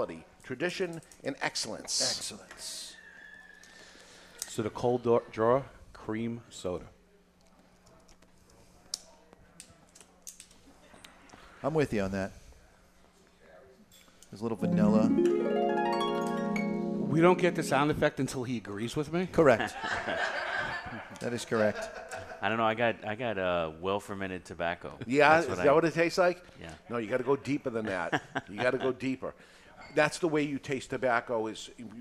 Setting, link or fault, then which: setting, live audience